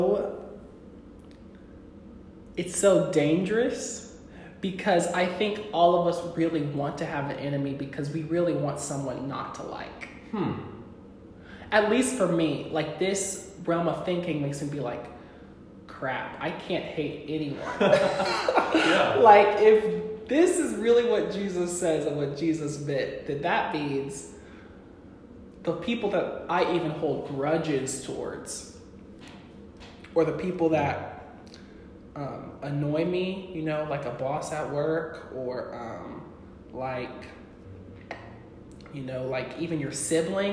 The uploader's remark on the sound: Sorry for the echo we are still figuring out podcast techniques.